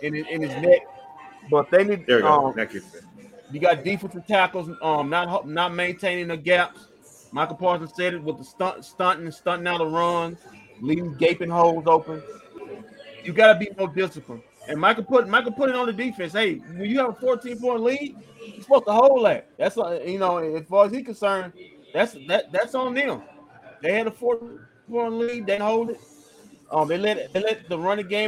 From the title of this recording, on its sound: Live from White Rock Ale House